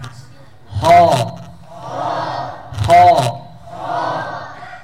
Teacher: Ada huruf ho, maka pangkal lidah, pangkal lidah akan naik, akan menegang. · Term: sifat isti'la